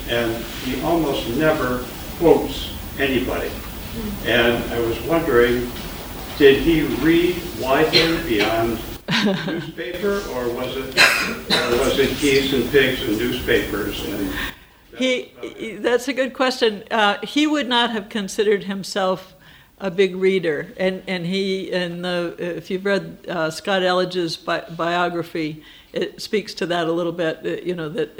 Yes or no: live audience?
yes